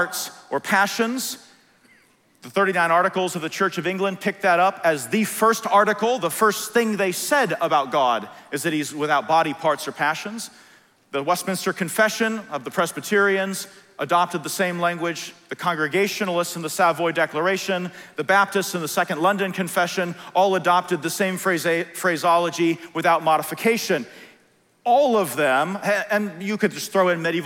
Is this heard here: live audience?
yes